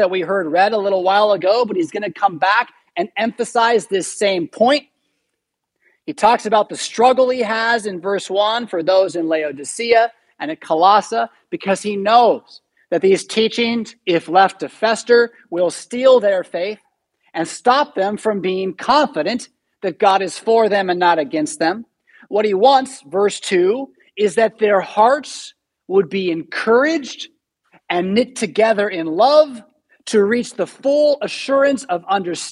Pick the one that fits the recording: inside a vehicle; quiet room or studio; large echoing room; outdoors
large echoing room